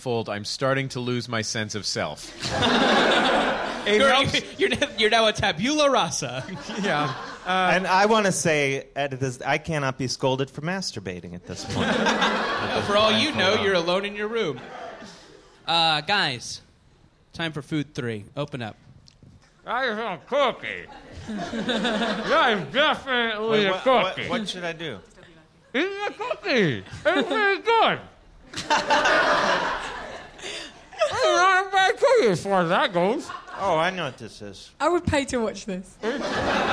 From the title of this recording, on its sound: Live in London